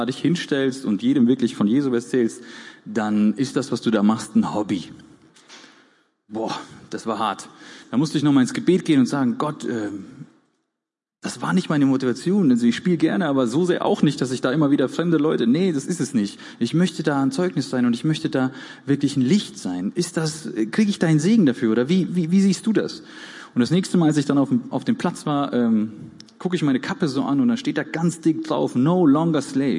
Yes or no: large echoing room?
yes